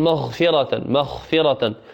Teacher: نسمع كثيرا من إخواننا يخطئون فيطعمون الغين بالخاء يطعمون الغين بالخاء يعني إذا نطق غاء يتبعها بشيء من نفس الخاء